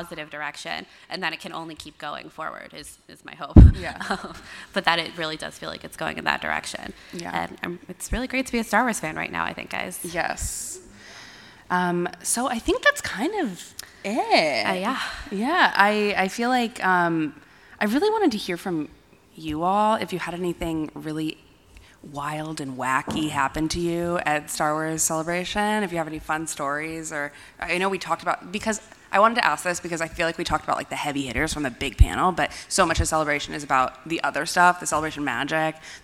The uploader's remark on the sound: It’s our live podcast recording from Star Wars Celebration Europe 2023 in London! Since those stories were pretty conversational, I had to bump up the audio considerably. Apologies if they’re hard to hear!